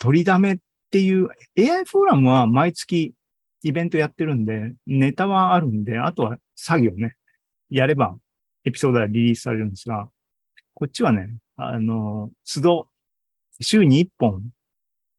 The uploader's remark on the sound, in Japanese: ２０２３年７月２９日に開催した ZOOMライブの模様です